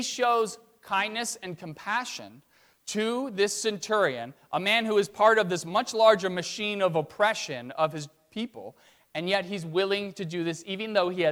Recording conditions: large echoing room